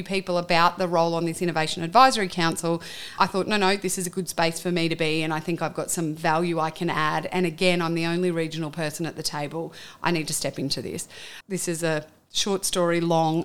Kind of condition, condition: setting, busy venue